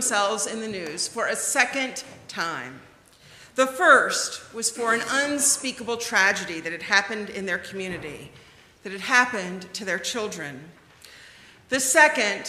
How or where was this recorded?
large echoing room